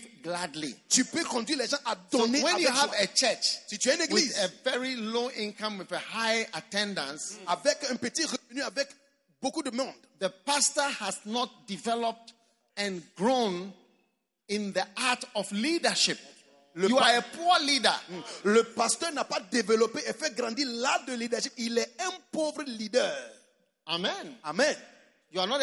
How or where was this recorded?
live audience